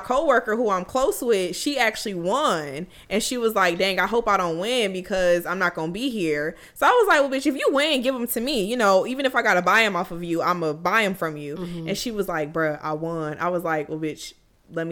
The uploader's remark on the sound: Please excuse the feedback from the mics